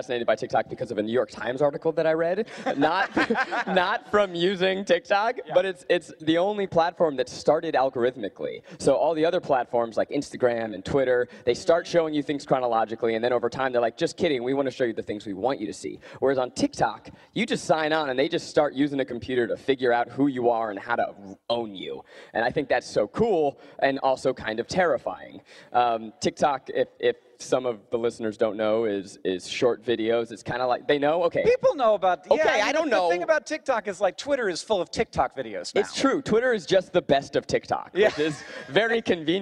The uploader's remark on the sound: Live from VidCon Australia